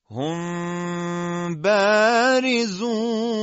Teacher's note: میم ساکنه مخفی وقتی میم اخفا میشه در حرف با